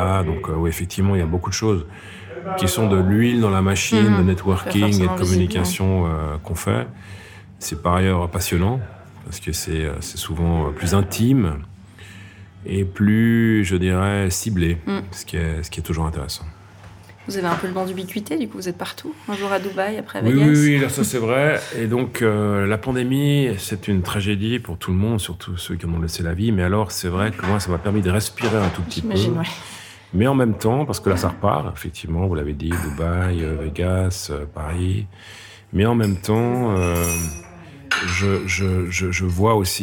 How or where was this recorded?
busy venue